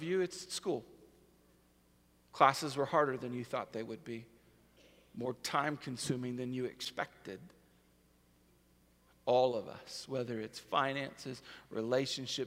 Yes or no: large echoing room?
yes